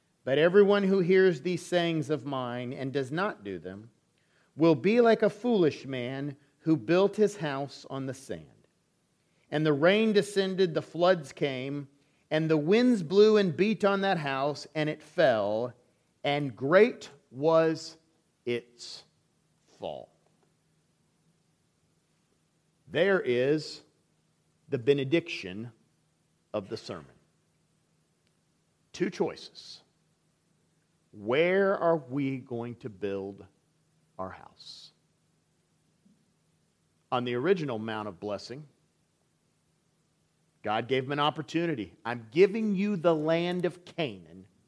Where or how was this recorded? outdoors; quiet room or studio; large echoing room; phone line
large echoing room